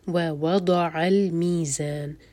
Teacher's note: ووضع المیزان، ضاد ہیوی، ضاد زبان کی سائڈ سے دال کا ساؤنڈ نہیں آئے گا. ووضع المیزان، زاپر بزنگ ساؤنڈ.